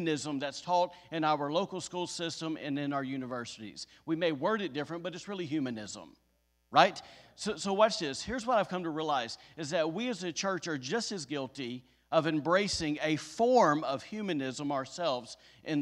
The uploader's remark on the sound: was recorded on Sunday, April 11th, 2021, during service at The Anchor Church in Rockport, Maine.